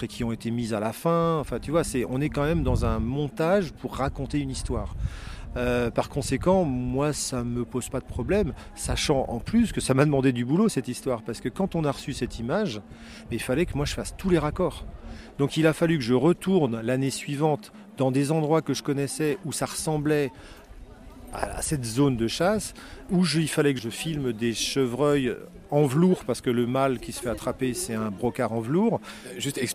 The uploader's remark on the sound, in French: mini-interviews réalisée au Festival Photo Montier